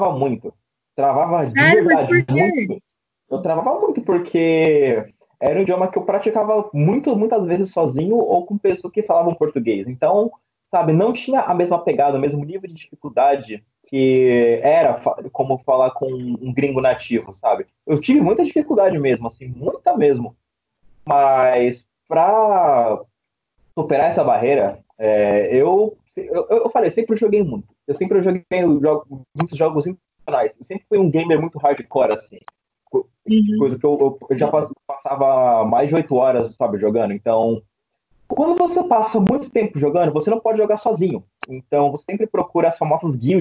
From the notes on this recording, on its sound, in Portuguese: Neste diálogo via Skype na grande quarentena de 2020.